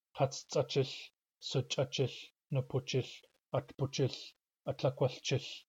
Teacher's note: But after the disyllabic numbers, which are most of them, we get short chich